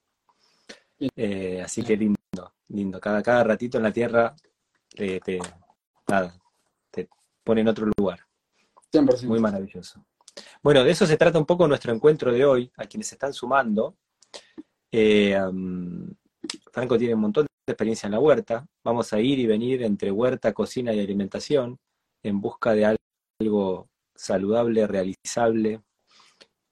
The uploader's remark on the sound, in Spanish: Audio de la charla en vivo por Instagram